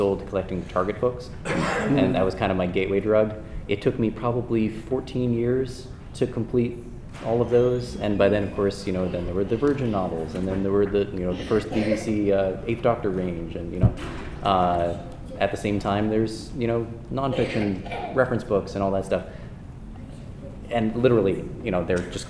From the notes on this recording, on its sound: In this episode we turn to our archive of con panels and pull one of the earliest recordings that we have for the 42cast. Since this was a con panel.